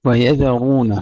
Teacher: ترقيق الزال تفخيم الراء